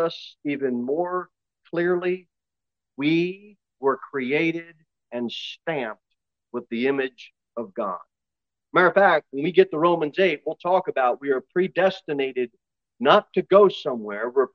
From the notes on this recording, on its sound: Sermon delivered at Pilgrim Baptist Church on Sunday, February 19, 2023, at 11:15 am. Jere Whitson Rd.